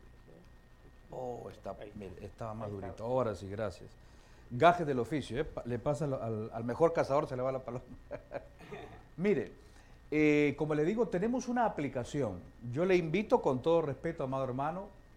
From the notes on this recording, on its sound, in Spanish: Esta serie fue grabada en vivo en nuestra conferencia Enamorados no Endeudados.